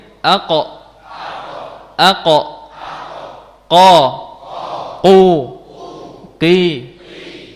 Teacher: Makhraj yang kelima adalah pangkal lidah bertemu dengan langit-langit lunak. Itu makhrajnya huruf qaf.